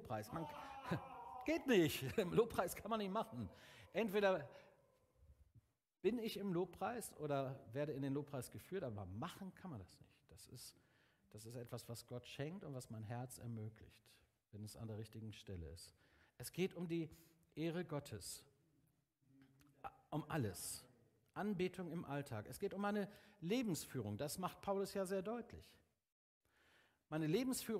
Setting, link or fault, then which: setting, large echoing room